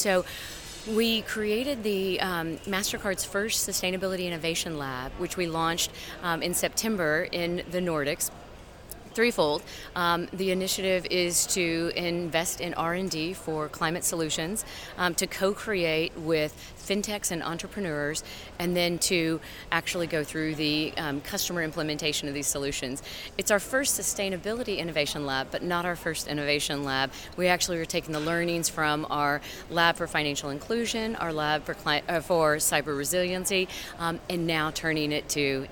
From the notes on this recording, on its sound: The team are re-united in the Blue Zone to reflect on a fast and furious Energy Day of COP26. We catch an army of Pikachus outside of the COP walls.